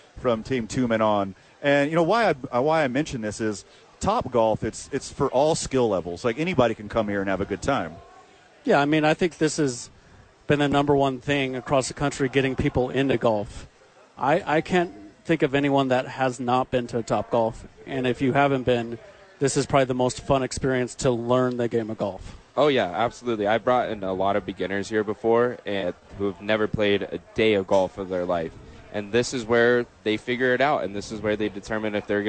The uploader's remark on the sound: live from Top Golf for the YMCA Charity event